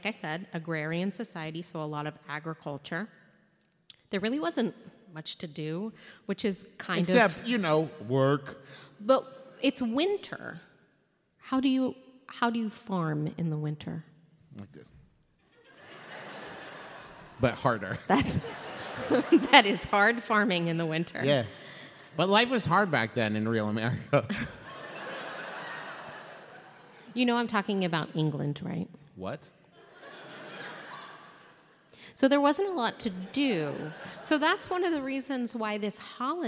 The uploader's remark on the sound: LIVE episode recorded at Candlenights 2017